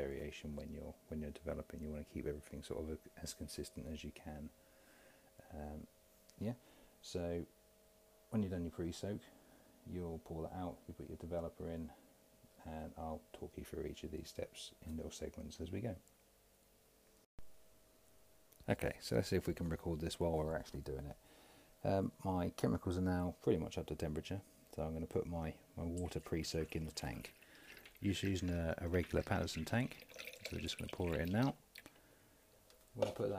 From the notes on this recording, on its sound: Apologies for the low level audio